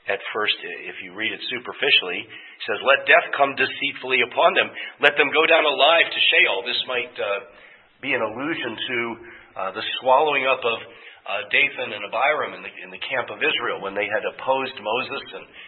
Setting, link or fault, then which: setting, large echoing room